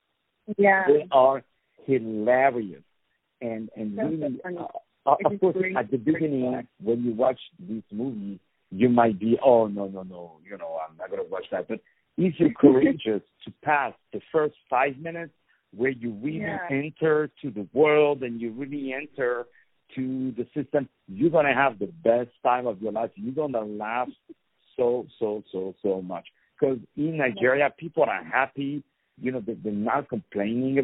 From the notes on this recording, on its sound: On the phone